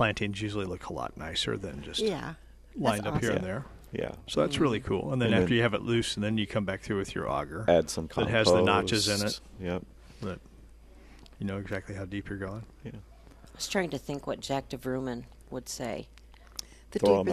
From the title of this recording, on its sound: Live at Prairie Gardens